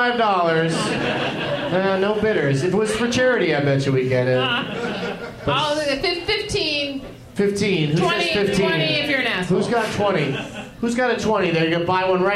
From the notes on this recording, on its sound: Live from the Helium Comedy Club in Philadelphia